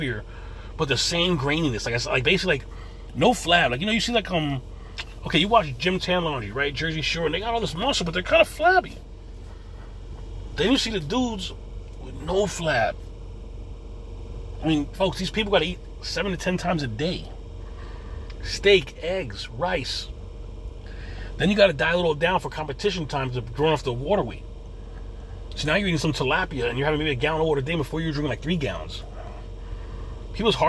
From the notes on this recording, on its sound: In this CarCast